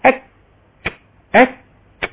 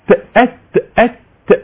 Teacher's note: اولا بيحصل حبس للصوت، وبعد كده اك اهو جريان نفس عشان فيها همس